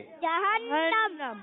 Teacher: जीम अदा होता है वस्ते जमान वस्ते तालु से, जीम शीन या, इन तीनों का मखरज एक ही होता है, इनको उर्फ़े शजरिया कहते हैं।